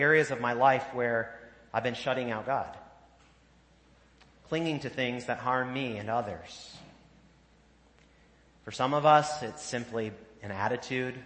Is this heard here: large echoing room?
yes